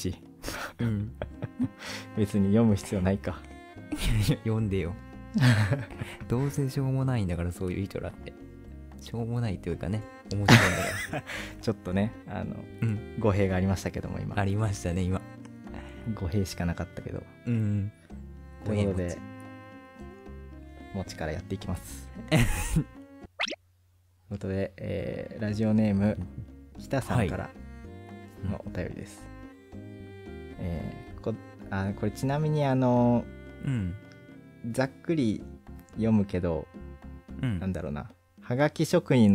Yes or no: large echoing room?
no